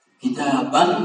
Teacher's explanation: لأن نطقك بهذا التنوين تسمع صوتا تخرج من الغنة، وغنة مخرجها الخيشوم.